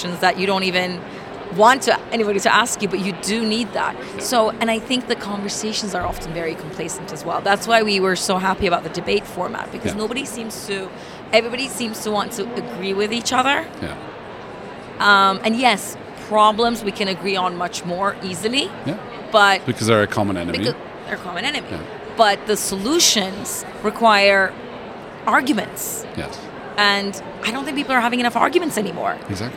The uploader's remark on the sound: Live from #IMEXAmerica